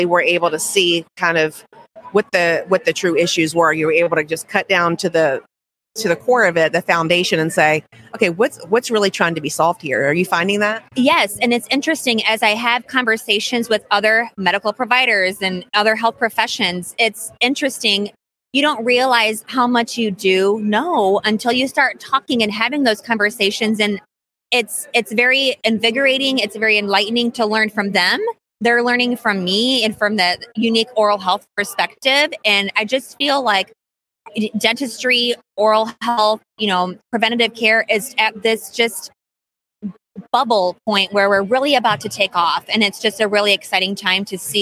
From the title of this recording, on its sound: LIVE From the ADHA Conference